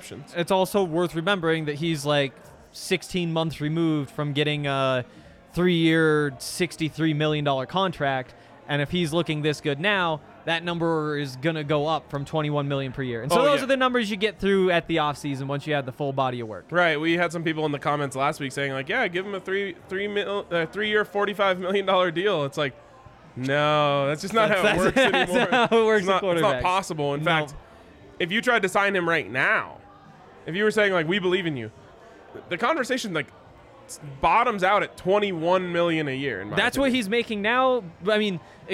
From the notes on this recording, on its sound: live from the DNVR Bar